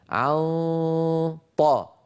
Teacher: فإذا وصلت إلى الطاء عندئذ أقرع بطرف لساني مخرج الطاء · Term: إخفاء